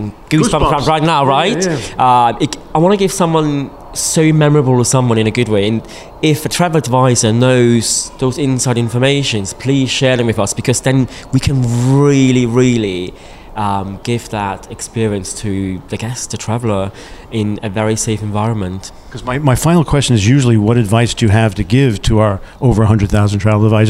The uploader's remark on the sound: at the recent PROUD Experiences conference